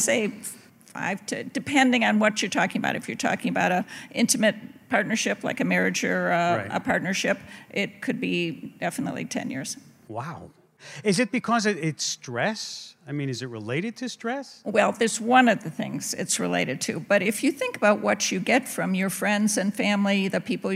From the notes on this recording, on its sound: In front of a live audience at the Studebaker Theater in Chicago, Illinois, presented with WBEZ and Mindworks.